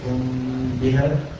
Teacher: مخرج الميم من الشفتين حال انطباقهما · Term: الإخفاء